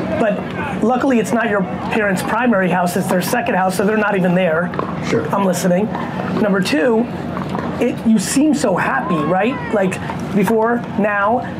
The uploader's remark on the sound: a Q&A I did in Mesa, Arizona at the season opener for the New Jersey 5s Major League pickleball team